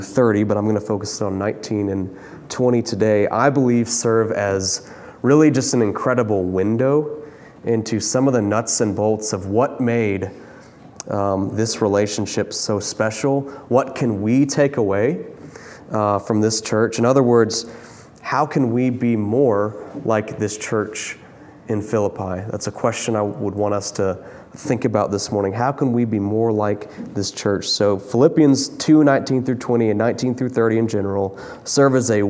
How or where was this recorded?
large echoing room